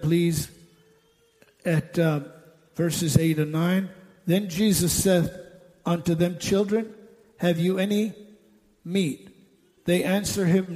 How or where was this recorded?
large echoing room